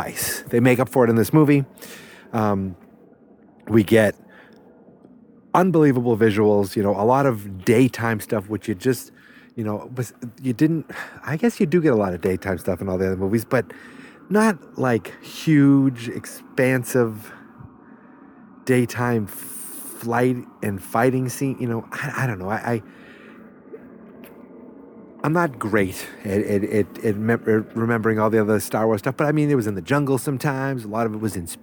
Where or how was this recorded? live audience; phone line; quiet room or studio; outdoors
outdoors